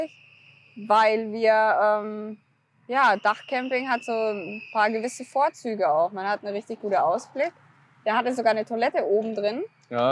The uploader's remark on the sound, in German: Da das ganze ja live auf der Parkbank und nicht in einem "ruhigen Tonstudio" aufgenommen wurde, gehören ein paar Nebengeräusche einfach mit dazu ;)